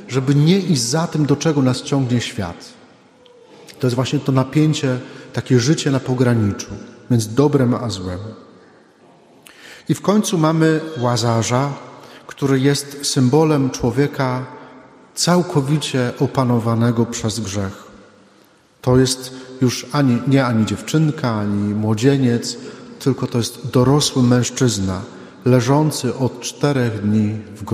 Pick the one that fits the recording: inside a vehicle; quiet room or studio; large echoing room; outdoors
large echoing room